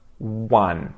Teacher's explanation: even though the word one begins with a zero, or zero, an O, it starts with a consonant sound, W.